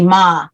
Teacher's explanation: Okay, so you're starting off on the roller coaster and you're flat, you're level. So you would just say ma, there's no inflection.